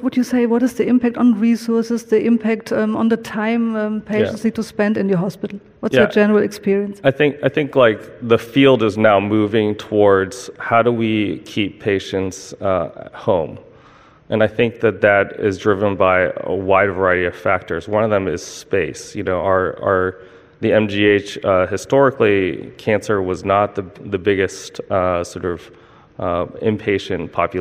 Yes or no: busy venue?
yes